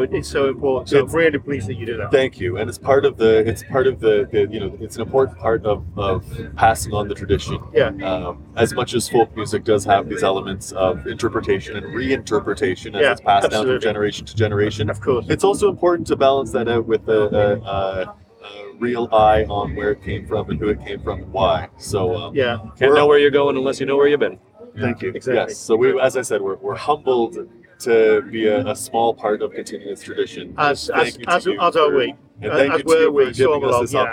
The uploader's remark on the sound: Aboard the Pilgrim at the world's largest sea music festival in Paimpol, Brittany for a chat and a sing in between sets.